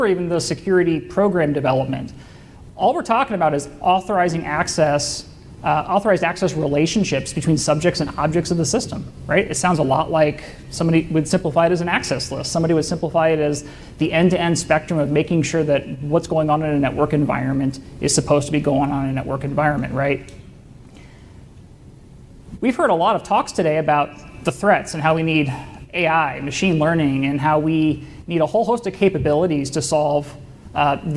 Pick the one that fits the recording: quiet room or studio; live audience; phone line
live audience